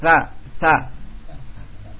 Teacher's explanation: ujung lidah dengan ujung gigi seri atas. Tha, tha, bukan ta, tapi tha, tha, ditempelkan ujung dengan ujung.